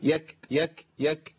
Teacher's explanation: فويل للذين يكتبون، الكاف مهموسه يبقى ايه يك يك يك، ما اقولش يكتبون، يكتبون في الكاف يا شيخ وقعت، ده انا جبتها، لا الكاف لا تخرج الا بهمس لان الحرف شديد مقطوع الصوت في المخرج · Term: الهمس